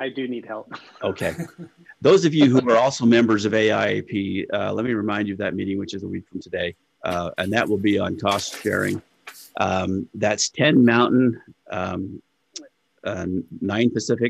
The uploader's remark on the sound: Real Estate Photographers of America's inaugural Zoom meeting